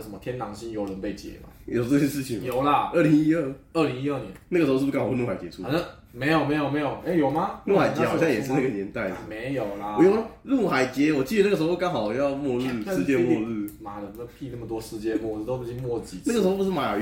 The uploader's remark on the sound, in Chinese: 這集的錄音設備還沒有跟上所以雜音較多